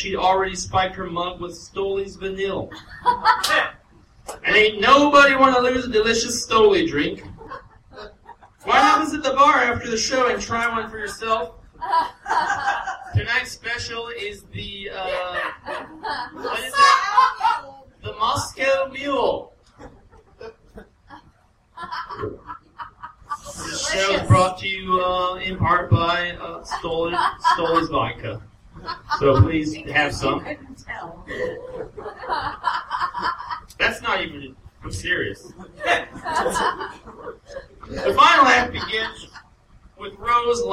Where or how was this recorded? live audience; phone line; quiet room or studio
live audience